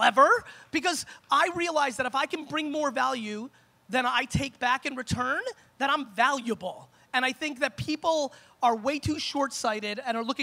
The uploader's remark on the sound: Propeller Fest Keynote 2016